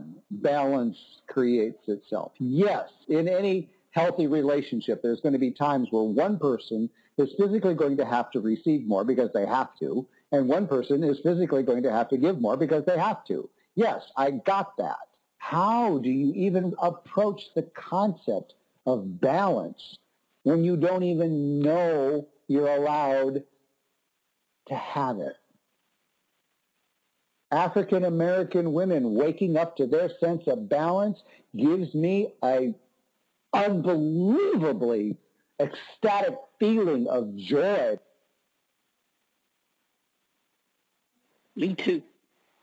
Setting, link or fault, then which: link, phone line